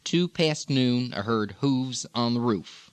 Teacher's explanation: not the ew, with the lips coming forward, but ooh. · Term: pushed forward vowels